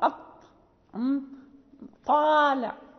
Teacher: والتاء، فنقول أط طالع، يعني في أصول الثنايا العليا أكثر، يعني اللسان ينطبق أكثر من انطباقه الدال والتاء · Term: الطاء